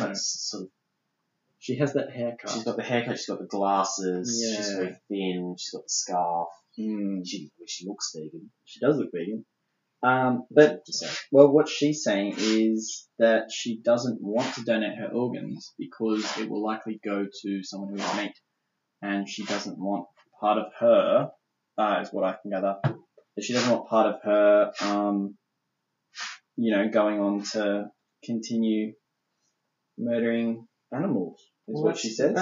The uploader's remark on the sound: We stuffed up the recording. The recording of this episode didn't quite go to plan (aka we had technical difficulties). It's still listenable (hopefully) but we apologize for the poor audio quality.